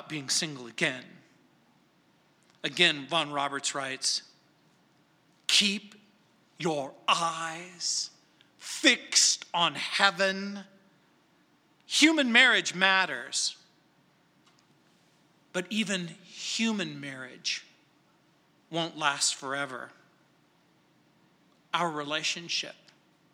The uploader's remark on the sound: at Calvary South Denver in Littleton CO